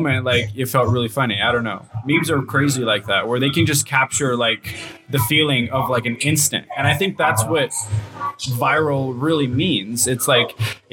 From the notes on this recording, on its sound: Special thanks to F1rst Avenue Coffee for graciously hosting this recording! Special thanks to F1rst Avenue Coffee for graciously hosting this recording!